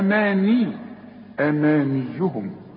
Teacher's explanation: أما مد الميم دي ألف كاملة